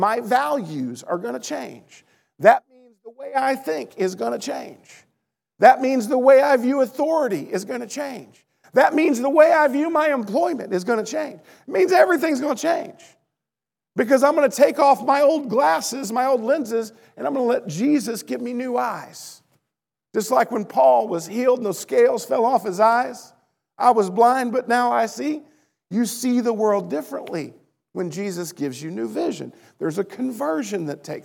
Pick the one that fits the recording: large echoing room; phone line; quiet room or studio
large echoing room